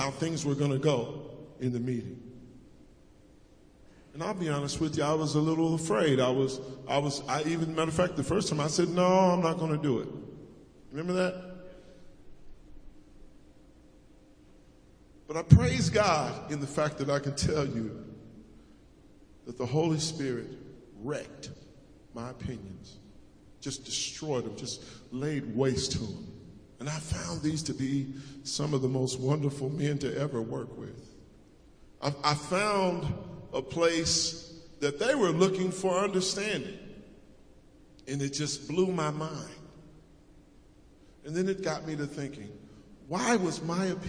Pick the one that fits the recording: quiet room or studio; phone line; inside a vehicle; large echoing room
large echoing room